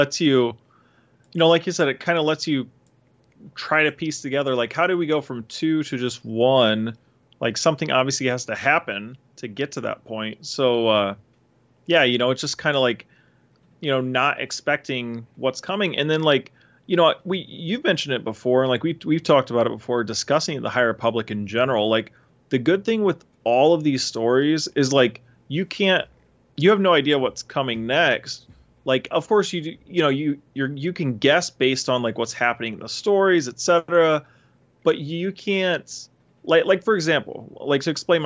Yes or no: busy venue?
no